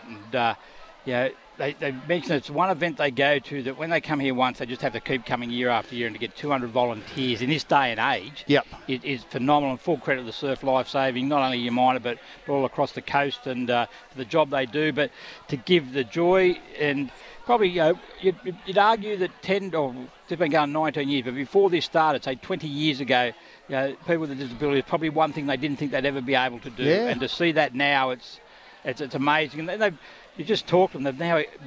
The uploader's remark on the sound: Introduce the show live from Umina surf club for the surfers with disabilities event.